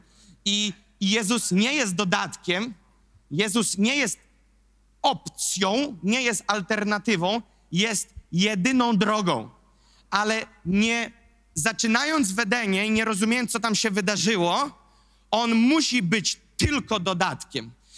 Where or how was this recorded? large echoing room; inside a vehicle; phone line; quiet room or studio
large echoing room